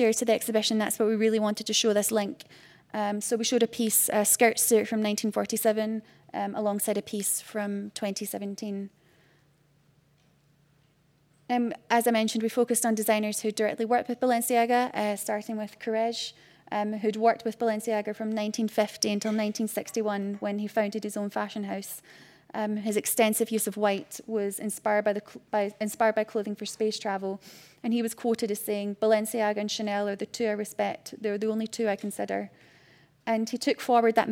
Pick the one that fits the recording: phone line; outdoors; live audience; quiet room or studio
live audience